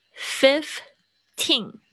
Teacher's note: 它的重音是在后面，teen，而且它有一个鼻音